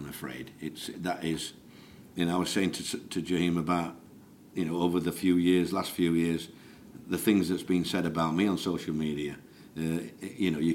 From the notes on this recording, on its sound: speaks to the media in latest press conference at the Millers Oils High Performance Complex